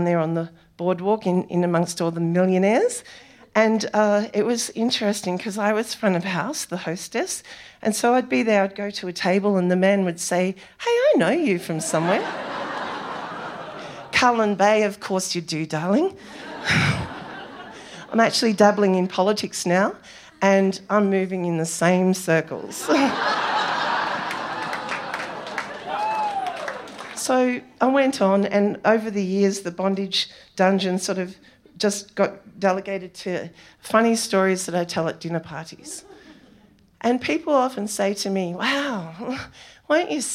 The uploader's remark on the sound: SPUN: True Stories Told in the Territory is a live storytelling event. Popping up at different venues across Darwin. Story was told at our event at the Michael Long Centre on International Women's Day in 2019 where the theme was BACKBONE.